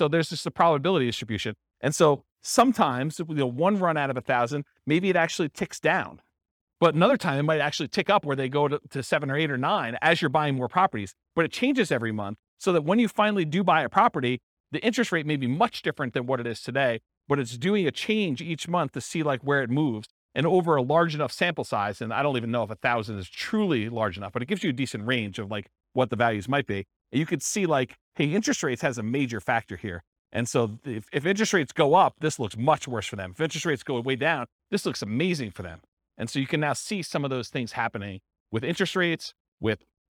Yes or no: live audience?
yes